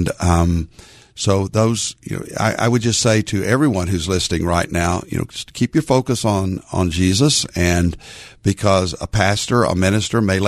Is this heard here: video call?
no